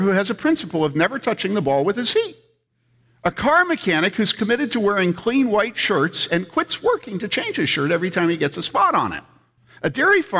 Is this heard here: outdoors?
no